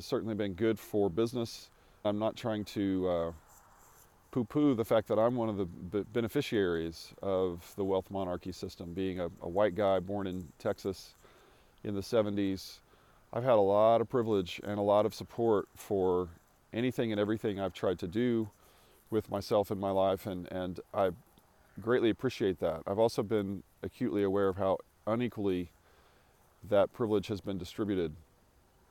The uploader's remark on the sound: Recorded on a morning walk across a 3,000 acre pecan farm in West Texas about 100 miles from Jeff Bezos' recent launch into space.